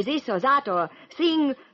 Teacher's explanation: When I say this or that or thing, there's always the suggestion of an S. · Term: the TH sound